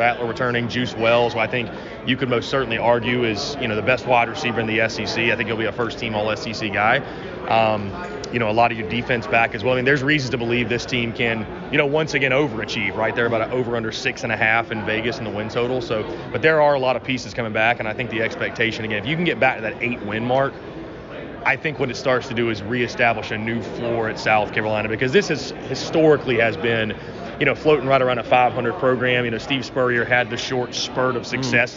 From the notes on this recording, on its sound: LIVE! From SEC Media Days.